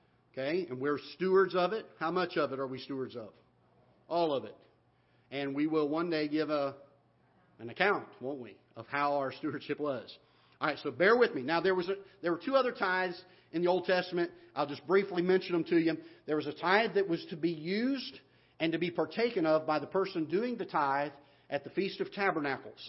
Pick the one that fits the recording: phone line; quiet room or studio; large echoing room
large echoing room